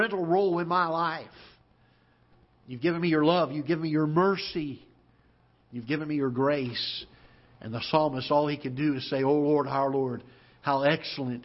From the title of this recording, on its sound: Ketha Heights Baptist Church ~ Live Broadcast